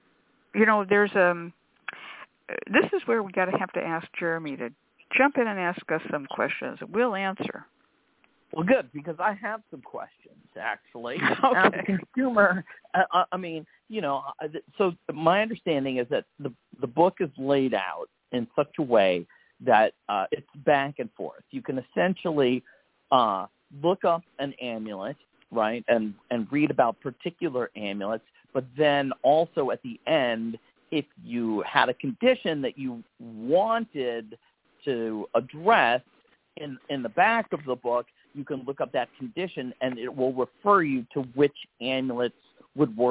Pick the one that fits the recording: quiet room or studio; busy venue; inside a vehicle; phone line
phone line